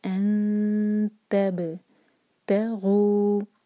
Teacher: تا کو با سے جوڑیں گے، با پر قلقلہ ہوگا. تب انتب تغو، غو دو حرکہ مد طبعی، اور اس کے بعد جو الف ہے اس کے اوپر ایک چھوٹا سا زیرو بنا ہے تو اس کو ہم پروناؤنس نہیں کریں گے.